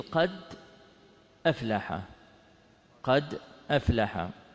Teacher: ينقل حركة الهمزة التي جاءت في أول الكلمة إلى الساكن قبله، ويسقط الهمزة